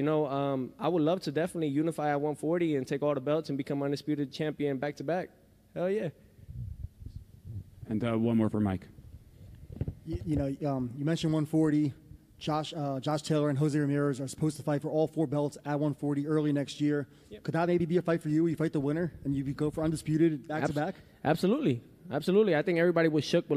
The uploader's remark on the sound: POST-FIGHT PRESS CONFERENCE